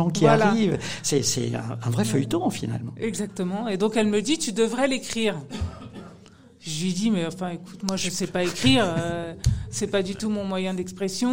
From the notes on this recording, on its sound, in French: Une émission enregistrée en public à la mairie de Rochetaillée.